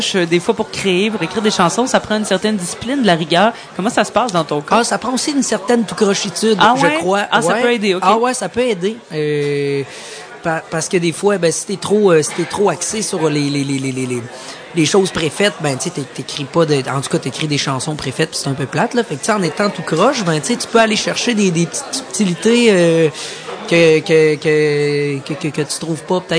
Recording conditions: busy venue